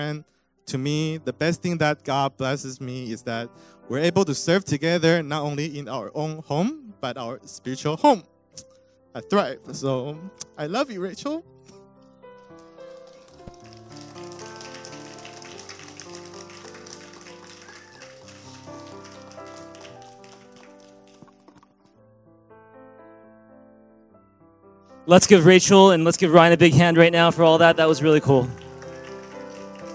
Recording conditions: large echoing room